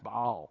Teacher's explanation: Baal, everybody says it Baal. There's actually a glottal stop in there.